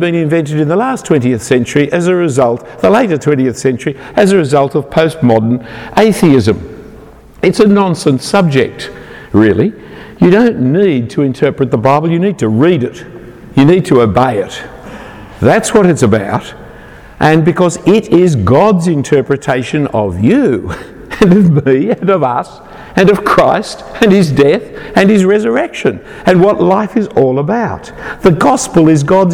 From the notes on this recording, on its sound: An individual talk given at All Saints Belfast in 2018